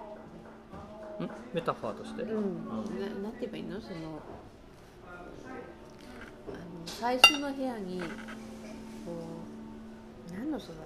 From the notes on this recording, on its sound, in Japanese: 喫茶店でのほろ酔い話。いつになく緩いトークと素敵な環境音をお楽しみください。